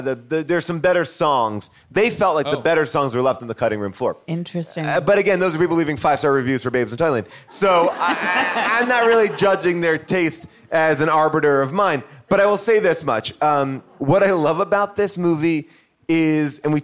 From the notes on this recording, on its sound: back LIVE at The Largo in Los Angeles